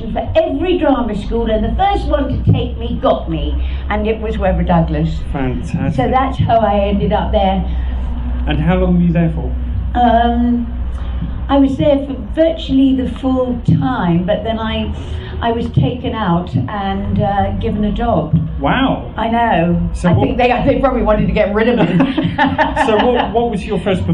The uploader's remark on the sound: recorded at the Science of The Timelords Convention held at the National Space Centre in Leicester in 2016